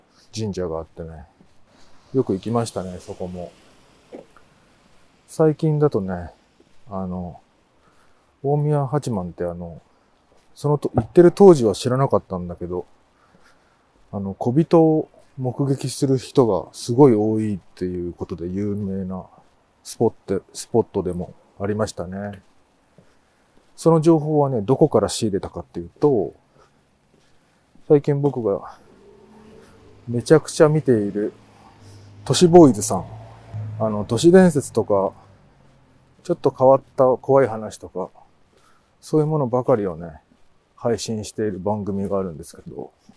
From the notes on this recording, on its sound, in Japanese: 冬のお散歩収録。ある日、晴れた日のお散歩収録です。